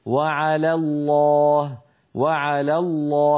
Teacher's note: لام لفظ الجلالة في كلمة على الله مفخمة، لكن لام على ليست مفخمة، فلا يصح أن يقول القائل وعلى الله وعلى الله، بل يقول وعلى الله وعلى الله، فيرقق لام على ويفخم لام لفظ الجلالة